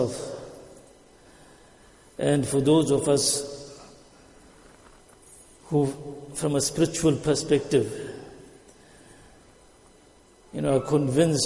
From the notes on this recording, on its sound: Jumuah lecture